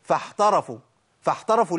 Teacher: يبقى أنا لو مشيت نفس في العين تنقلب إلى حاء